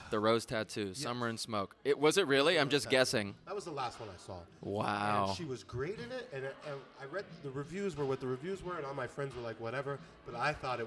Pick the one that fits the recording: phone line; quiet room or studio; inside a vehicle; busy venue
busy venue